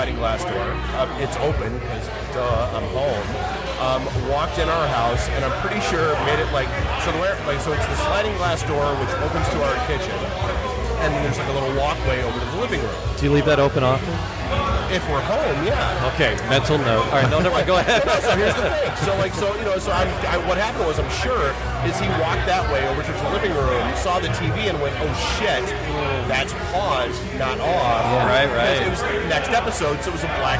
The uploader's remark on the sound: Live from the Podcast Detroit Meetup at a bar.